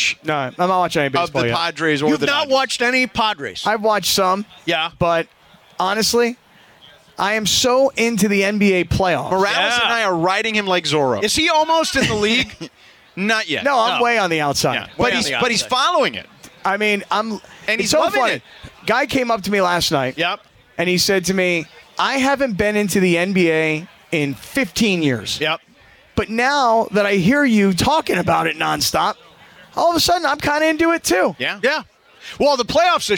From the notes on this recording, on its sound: Live From Solitas! Down at Solita in Anaheim for Cinco de Mayo!